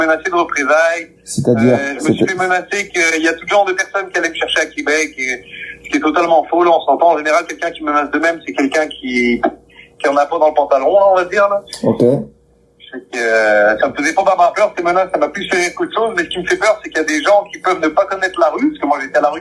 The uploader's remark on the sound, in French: Enregistré par téléphone.